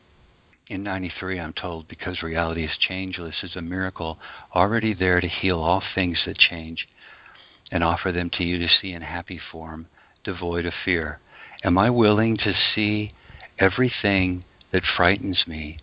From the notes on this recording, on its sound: ACIM Daily TEXT Conference Call.